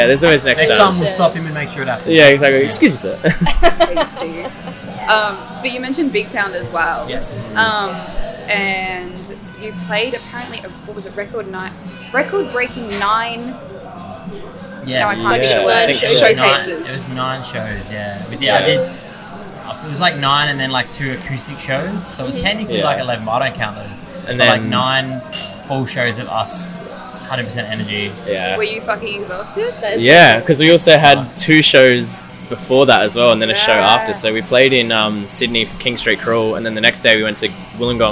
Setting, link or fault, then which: setting, busy venue